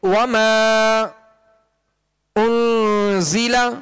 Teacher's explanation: جب ملائیں گے تو مد منفصل ہوگی، اور اگر الگ پڑھیں گے، پہلے کلمے پر وقف کریں گے، رک جائیں گے، تو مد منفصل نہیں ہوگی